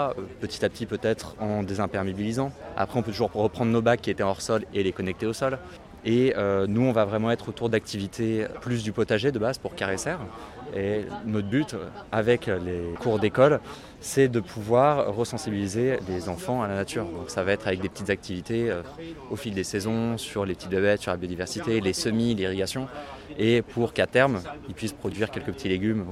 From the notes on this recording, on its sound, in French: Je me suis tourné vers le stand de la ville de Saint Ouen sur Seine qui nous propose de faire classe dehors. C'est au coeur de cette installation que je l'interroge. Cet épisode a été enregistré au cours du salon Jardins, Jardin, organisé chaque année le premier weekend de juin.